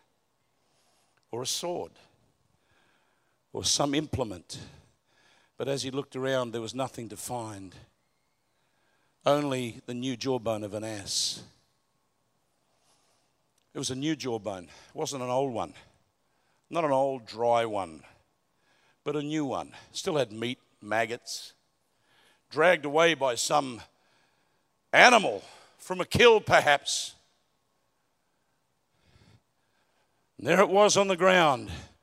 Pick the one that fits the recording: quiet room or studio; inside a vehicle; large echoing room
large echoing room